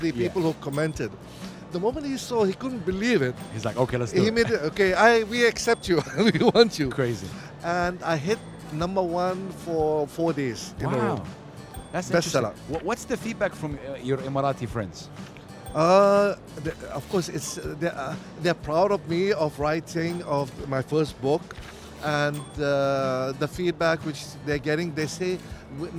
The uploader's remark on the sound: Live from SIBF 2023